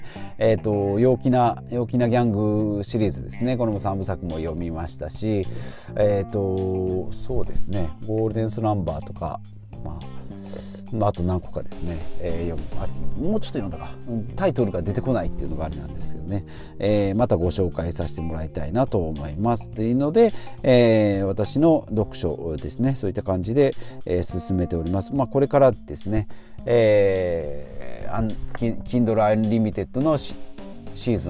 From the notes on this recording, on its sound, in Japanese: 極寒の車内での収録。